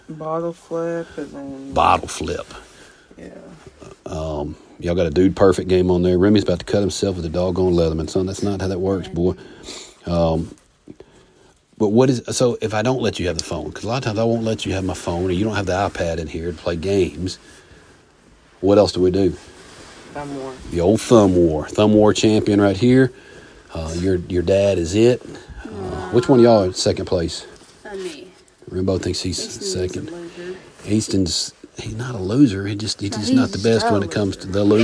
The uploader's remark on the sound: Live from the Deer Blind (Interrupted by a Buck). We were on the road a few days in hunting camp this week so the episode is coming live from the deer blind (almost live).